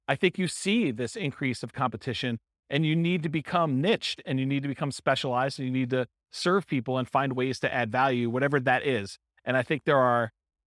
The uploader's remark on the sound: This was a live class recorded in Fort Collins